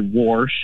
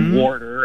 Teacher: I hear a lot of old folks say warsh and things like warder, and so I hear that extra R get added occasionally · Term: R insertion